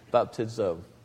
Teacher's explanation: although it's a Z, it tends to be pronounced more like a DZ, I suppose, than just a Z.